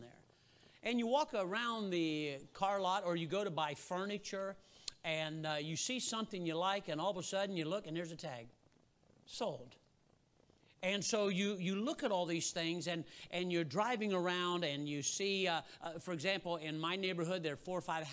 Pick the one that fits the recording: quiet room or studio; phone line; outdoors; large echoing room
large echoing room